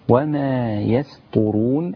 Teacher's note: الياء والسين رقيقة والطاء مفخمة، ولا تأخذ السين تفخيم الطاء فتصير يسطرون هكذا، لا تجعل السين أقرب إلى الصاد من أجل الطاء بعدها المفخمة، يسطرون، والطاء مضمومة مفخمة.